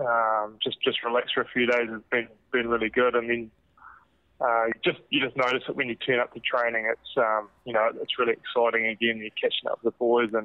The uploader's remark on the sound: Get a double dose of All Blacks on the phone. Calls in from Pau. Pauses his Paris dinner for a chat.